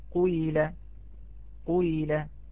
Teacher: نعم هذه طبعا الكسائي وهشام، أيضا الكسائي وهشام ورويس، نقرأها قيل، قيل بهذه الطريقة، قيل بالإشمام، خلط حرف بحرف، أو خلط عفوا حركة بحركة، حركة الضمة بالكسرة